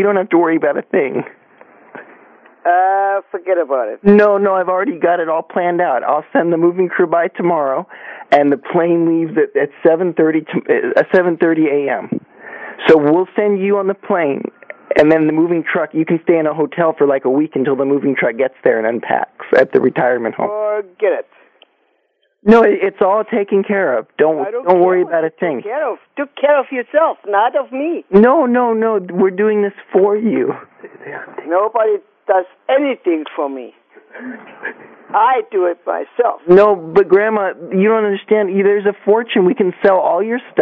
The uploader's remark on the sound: Prank Phone Calls